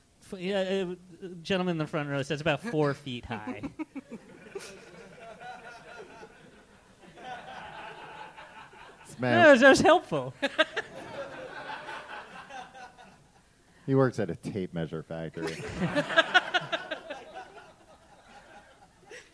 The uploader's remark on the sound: This show was recorded live before a studio audience in Chicago.